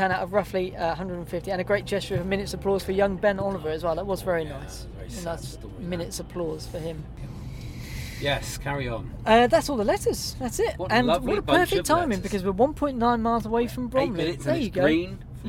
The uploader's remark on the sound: In the car on the streets of South East London on the way to Bromley.